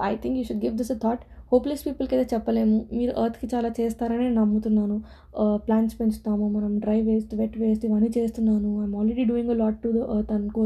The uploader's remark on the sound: sorry for the disturbing noises.